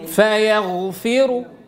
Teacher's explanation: قفوا بالروم فيغفر مفخمة لأنه يعامل معاملة الوصل